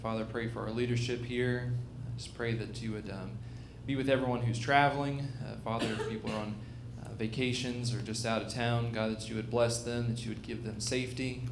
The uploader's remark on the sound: LIVE Services at Sunshine